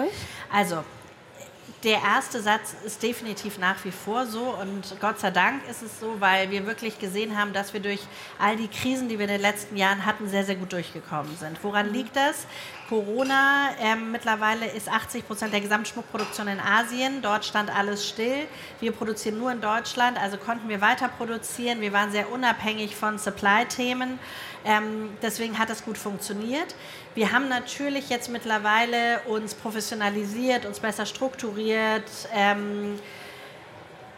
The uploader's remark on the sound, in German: In einem Live-Podcast im Rahmen der K5 Konferenz 2023